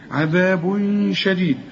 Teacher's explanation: تنوين وبعد الشين، الشين من حروف الإخفاء لازم تغن